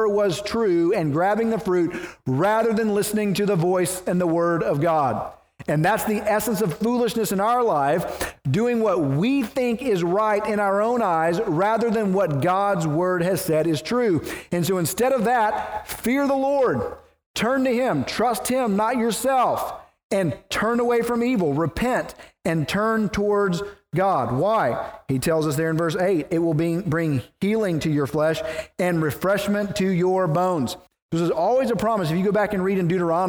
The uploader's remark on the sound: preached at the First Baptist Church of Naples